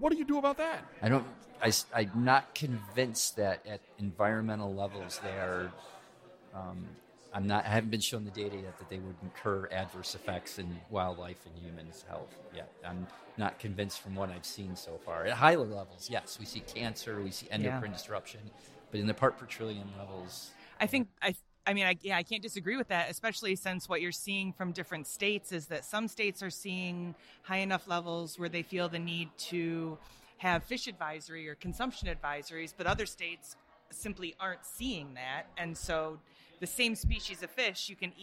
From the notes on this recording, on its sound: Live from the Emerging Contaminants in the Environment Conference. A really cool conference.